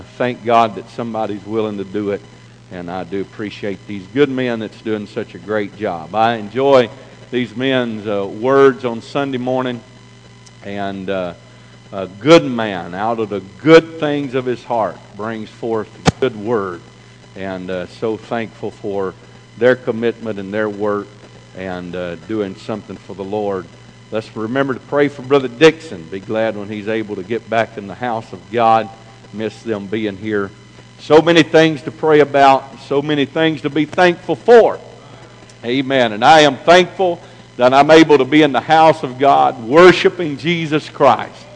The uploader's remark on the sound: This message is broadcast live from First Pentecostal Church in Silsbee Texas.